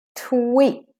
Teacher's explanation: make your k with lots of air, otherwise it becomes short, tweak, and it isn't tweak, it's tweak, and the e is said long enough, please.